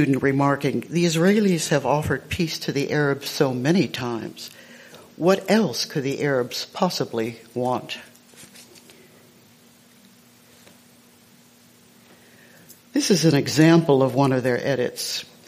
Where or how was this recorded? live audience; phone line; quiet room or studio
live audience